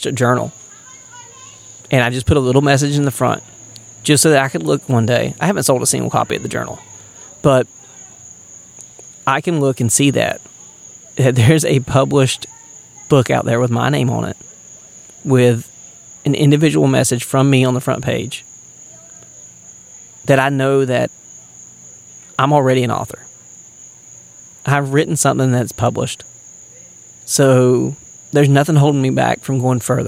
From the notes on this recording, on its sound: Recorded at Fort Wilderness while camping on Disney property with the family.